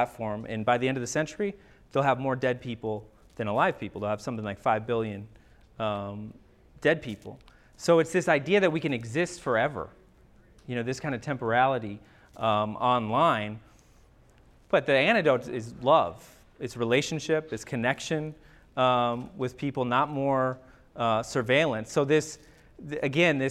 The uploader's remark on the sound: MSSA Annual Conference Lecture. On this episode you’ll hear a recording of a lecture. The audio begins with the title slide that has three separate writings continuously scrolling across the screen.